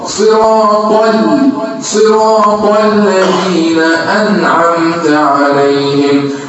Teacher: الصاد صاد والطاء طاء واللام مش مفخمه مرققه